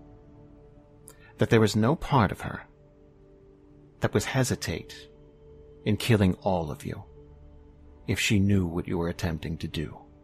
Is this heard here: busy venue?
no